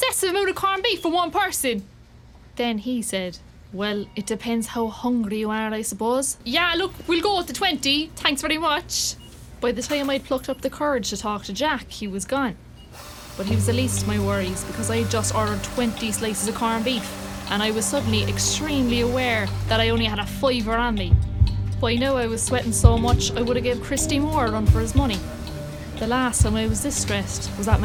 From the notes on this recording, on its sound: Walk & Talk.